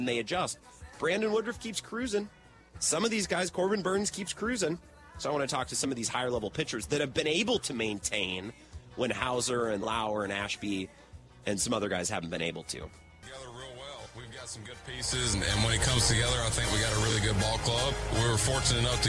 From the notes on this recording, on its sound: Live at Brewers Spring Training. Callers jump in to talk Rodgers and Brewers.